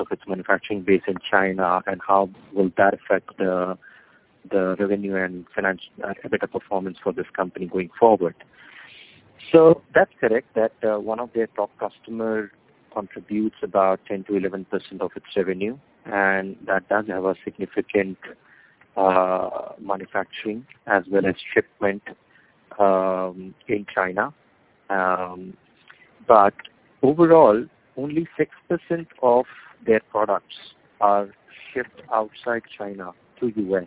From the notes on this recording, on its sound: Teleconference Replay. By Fitch Ratings.